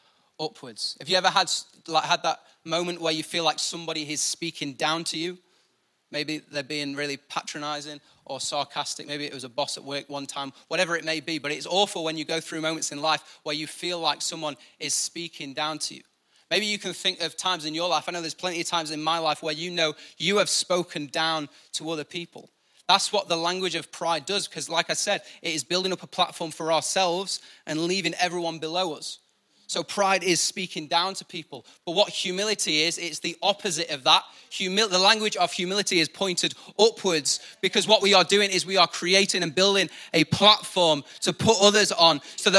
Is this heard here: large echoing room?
yes